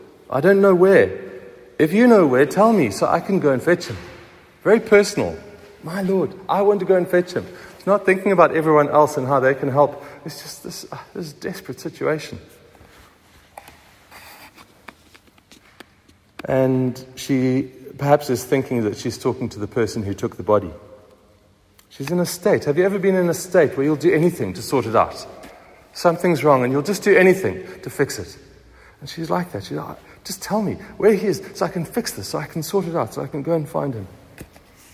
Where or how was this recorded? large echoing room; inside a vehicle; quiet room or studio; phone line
large echoing room